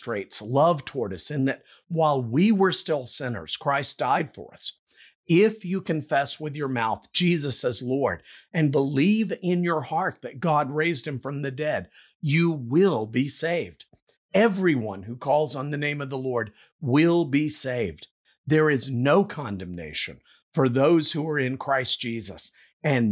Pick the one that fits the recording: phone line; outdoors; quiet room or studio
quiet room or studio